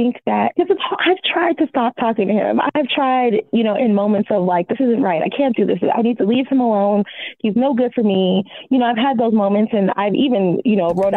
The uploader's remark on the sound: Talking to callers. Two women call.